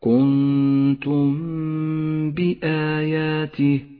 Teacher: المثال التالي الإخفاء الشفوي عند قوله تعالى إن كنتم بآياته، كنتم بآياته، الميم الساكنة وبعدها حرف الباء، نقف بغنة على الميم الساكنة ولا نجافي بين الشفتين عند نطقها ولا نضغط عليهما